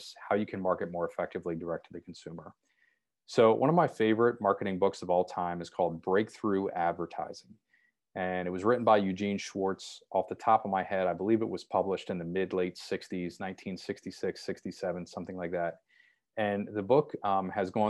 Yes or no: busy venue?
no